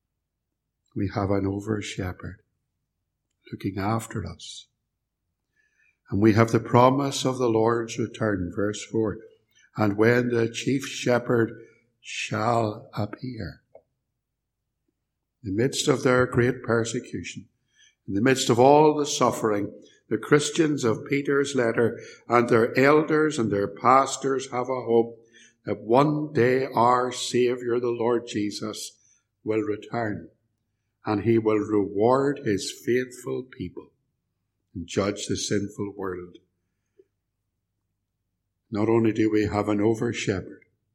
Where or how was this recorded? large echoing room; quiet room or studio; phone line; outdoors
large echoing room